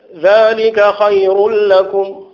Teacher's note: ذلك خير لكم، ما فيهاش مد، هي ياء ساكنة